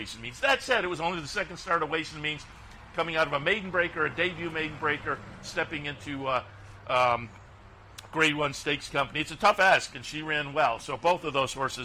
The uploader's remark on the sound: live from Saratoga Race Course